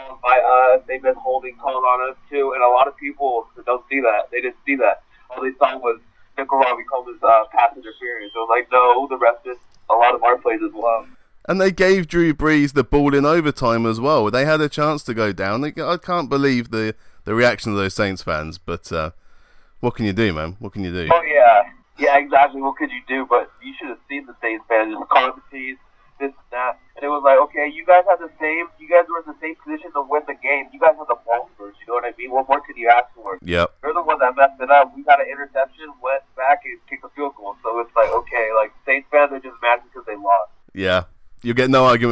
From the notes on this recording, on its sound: gets on the phone